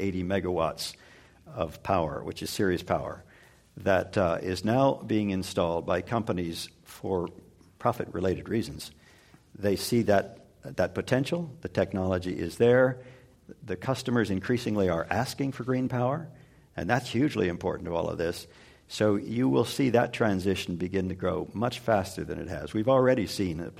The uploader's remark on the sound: This program was recorded in front of a live audience at the Commonwealth Club of California on June 16, 2015.